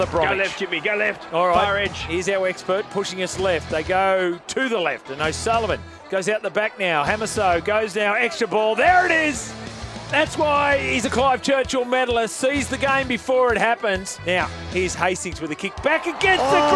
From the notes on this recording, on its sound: Live coverage from MacDonald Jones Stadium in Newcastle